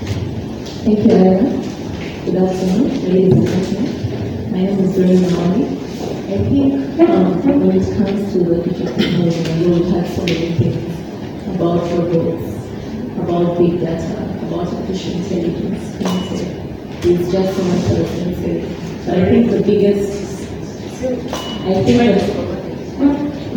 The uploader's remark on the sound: This is an interactive conversation from the fourth panel at #WLS2019 Kampala, Uganda.